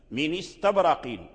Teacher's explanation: فورش يحرك النون من استبرقين بالكسر ويحذف الهمزة من استبرقين · Term: النقل